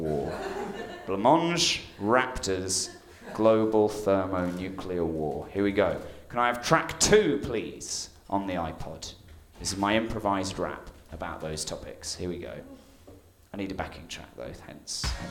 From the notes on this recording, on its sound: All performances were originally recorded at our shows at The Leicester Square Theatre, The Hackney Attic and The Dogstar in Brixton throughout 2012 and 2013.